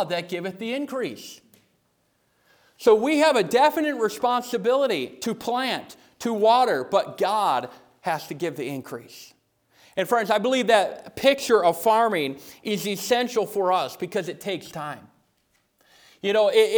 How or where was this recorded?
large echoing room